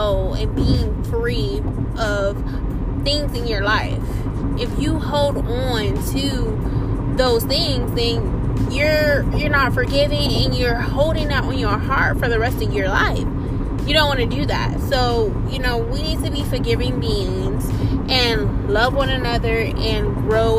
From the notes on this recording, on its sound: I was in the car as usual